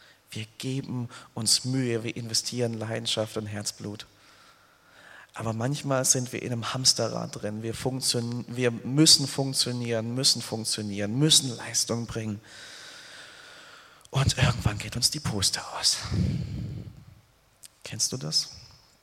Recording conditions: large echoing room